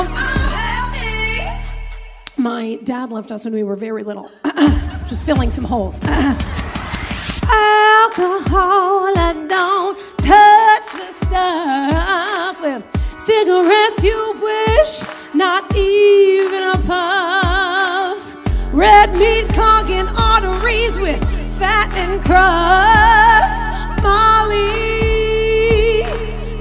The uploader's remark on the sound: TSR LIVE! at the Rialto Theater. Bringing their show to an Urban Outfitters and recording live at the historic downtown LA Rialto Theatre location!